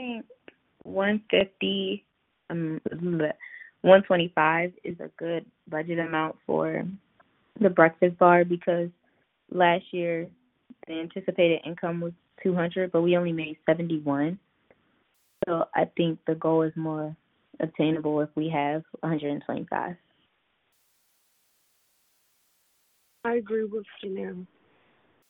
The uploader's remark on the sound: The Club will NOT meet in person. The meeting will convene via conference call.